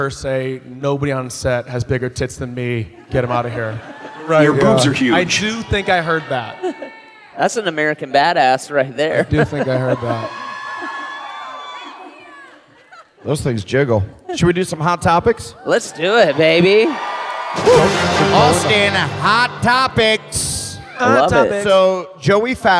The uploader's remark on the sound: Live from Austin!